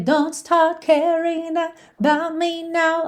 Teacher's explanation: uma característica do inglês britânico, que é de não enrolar todos os R's, ou seja, aqueles R's que não são de ligação numa próxima vogal, por exemplo, caring, não tem como não enrolar. · Term: característica britânica